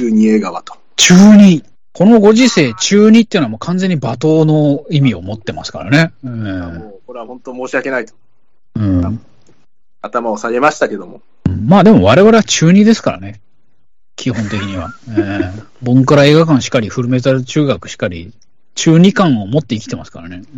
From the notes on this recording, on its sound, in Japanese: １２周年の記念で、思い出を語りながらリモート飲み会を収録。